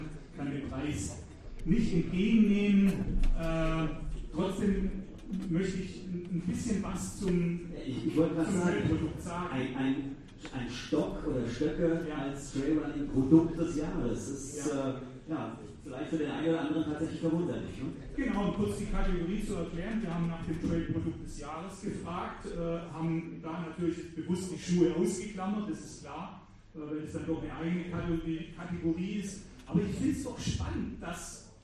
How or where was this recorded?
live audience